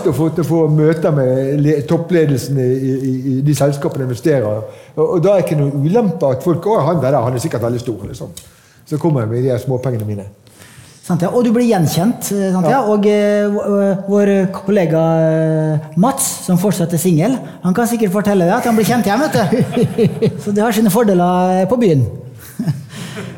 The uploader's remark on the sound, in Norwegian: Dette lydsporet er hentet fra #pengepodden LIVE, som fant sted på Oslo Event Hub